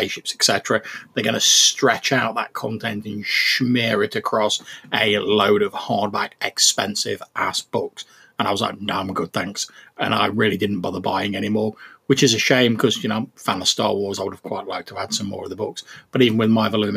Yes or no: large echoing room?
no